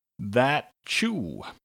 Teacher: First, we have a couple of blended words, that and you. When you blend them together, it sounds almost like a CH sound